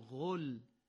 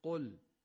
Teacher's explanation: ما حرف قاف رو باید دقت کنیم که محکم و از ته گلو گفته بشه · Shown in: second take · مواظب باشیم که حرف قاف به غین یا گاف تبدیل نشه.